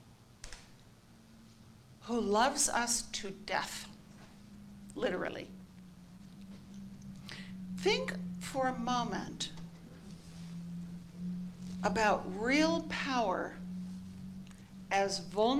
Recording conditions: large echoing room